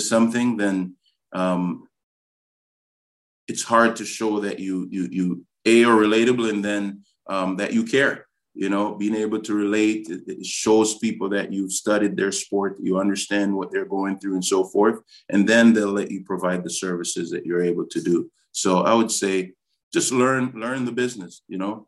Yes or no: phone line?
no